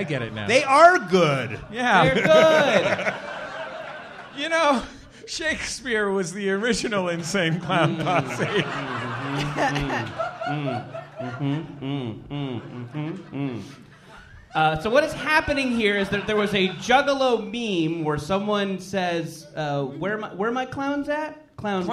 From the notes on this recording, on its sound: Live from Minneapolis and Chicago.